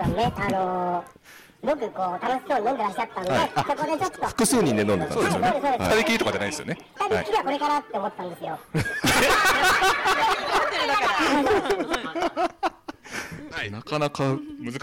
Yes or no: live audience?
yes